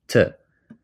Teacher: this sound is produced when we are placing the tip of our tongue to the alveolar ridge. This is a region be, be, behind our teeth, right?